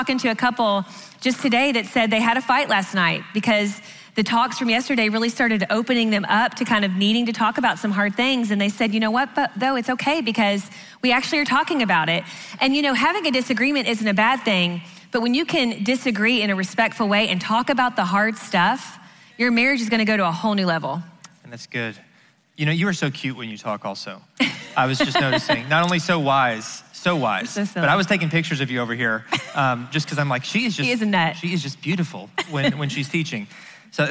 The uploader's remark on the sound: answer questions live at the XO Conference 2019